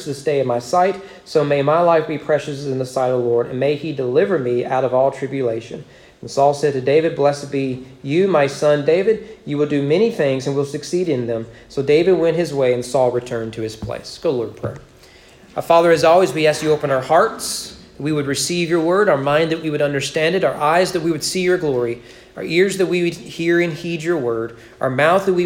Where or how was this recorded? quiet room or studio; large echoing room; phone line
large echoing room